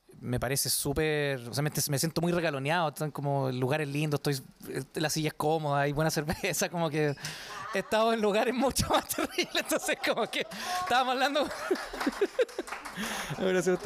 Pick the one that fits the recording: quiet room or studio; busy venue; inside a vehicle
busy venue